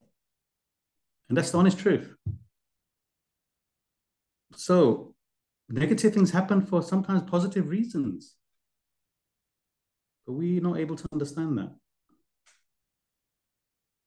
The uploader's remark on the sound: Class given virtually on the 24th of December 2023. A live recording of a Bhagavad Gita class given virtually.